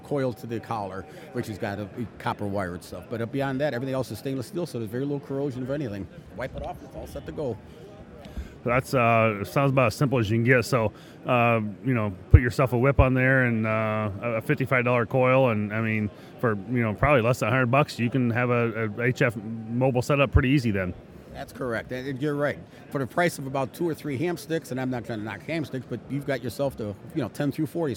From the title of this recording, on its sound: Huntsville Hamfest Live